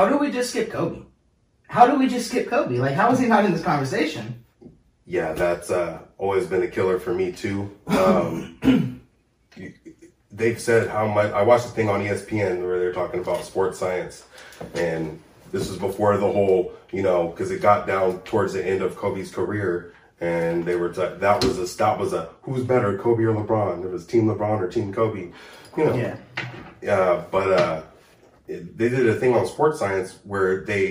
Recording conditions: poor microphone